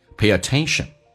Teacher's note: 元音跟元音之间会有连音，不是加我就加也，那这边加个也叫 payit